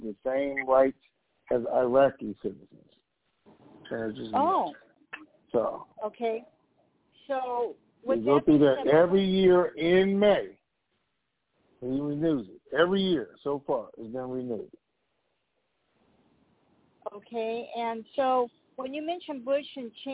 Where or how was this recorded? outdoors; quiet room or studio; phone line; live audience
phone line